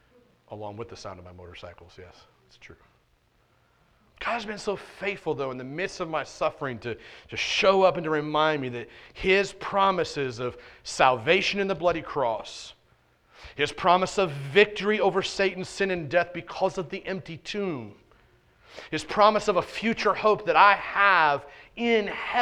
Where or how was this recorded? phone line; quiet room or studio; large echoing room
large echoing room